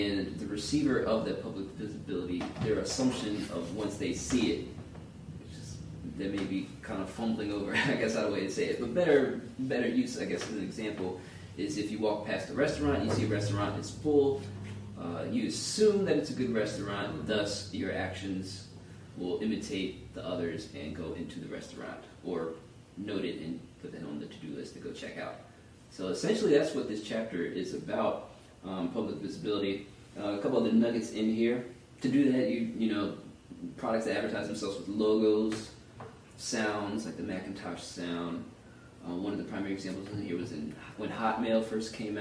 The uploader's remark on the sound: Disclaimer: We had some technical difficulty with the audio during the production of this podcast. Our apologies for the audio quality in this particular podcast episode.